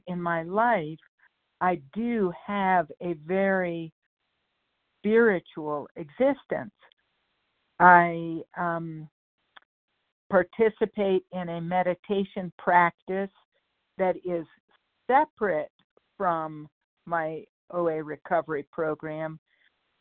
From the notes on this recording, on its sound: 100 Pounders Phone Meeting